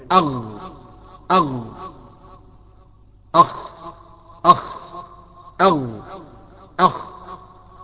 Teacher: لقريب من جدر اللسان، قريب جدا من جدر اللسان، تلاقي المخرج التحم في بعضه من تحت جدر اللسان مباشرة، وهو المكان ده بيسمى أدنى الحلق.